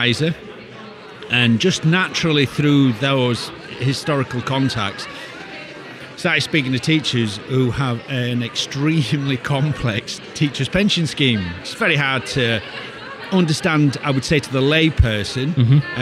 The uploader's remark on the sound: Recorded at YORBusiness Expo in Leeds in March 2023.